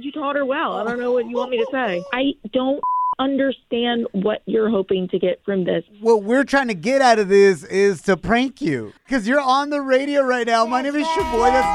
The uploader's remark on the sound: we opened up the phone lines